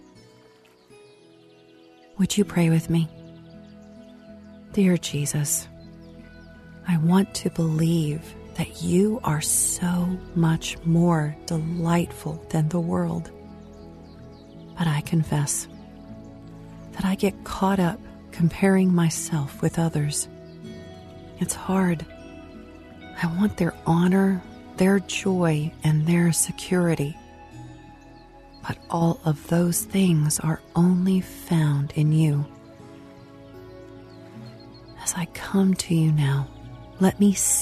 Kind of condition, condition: fault, sounds in the background